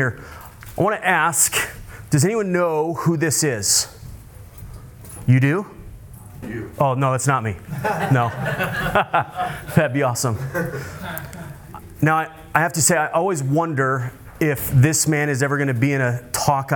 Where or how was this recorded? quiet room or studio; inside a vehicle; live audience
live audience